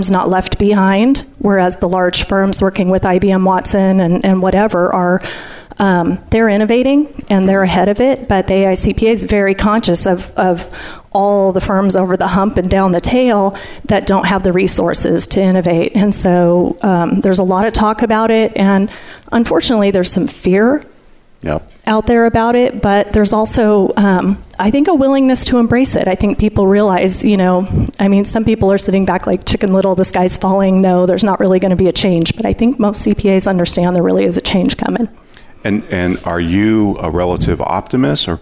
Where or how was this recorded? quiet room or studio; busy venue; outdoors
busy venue